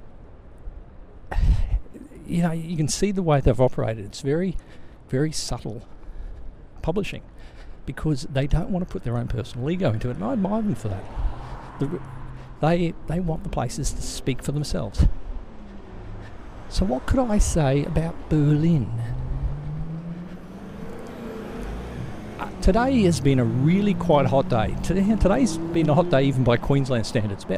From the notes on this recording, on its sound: Here is another of my personal raves recorded while walking home through Potsdamer Platz.